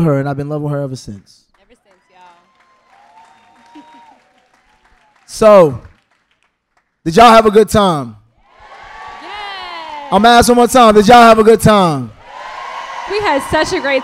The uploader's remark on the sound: Live from DC! Live at the Howard Theatre in DC.